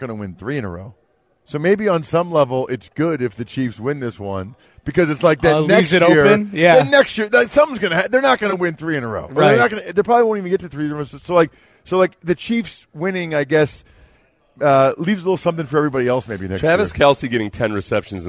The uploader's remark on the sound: live at Radio Row in Las Vegas